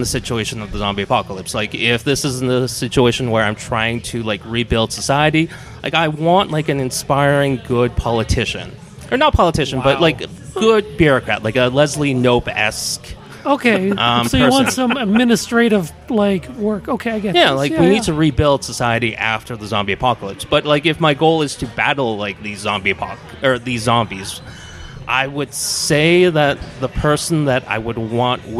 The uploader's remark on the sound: Live From Rebellion Taphouse. We celebrate CJTR’s 2023 Radiothon by taking the Queen City Improvement Bureau out of the subbasement and recording our. Meeting before a living-human audience in the Rebellion Taproom in the heart of the Warehouse District.